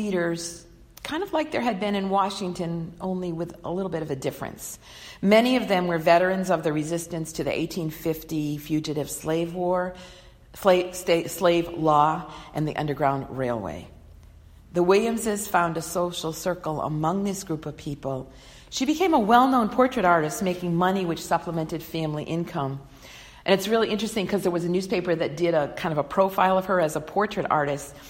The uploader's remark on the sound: delivered on Sunday, March 1, 2020 at the Unitarian Universalist Congregation in Andover